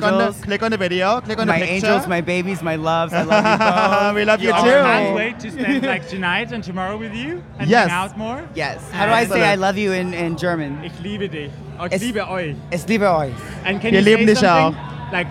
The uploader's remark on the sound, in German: Wir berichten live aus dem Backstagebereich der Bushwig New York, einem der größten Dragfestivals der Welt